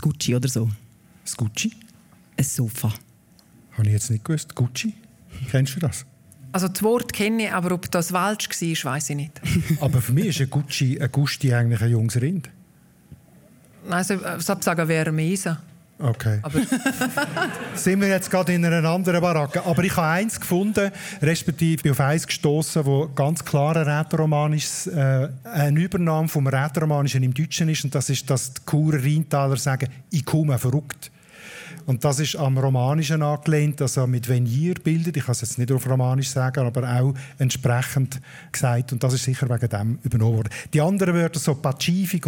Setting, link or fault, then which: setting, live audience